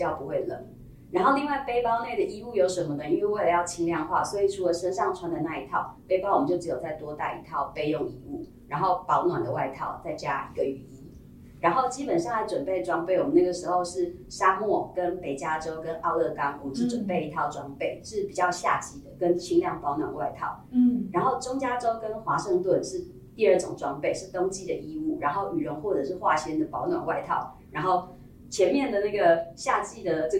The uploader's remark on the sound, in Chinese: 收音見諒。小編還跟新設備不熟悉，有些許收音問題，煩請見諒。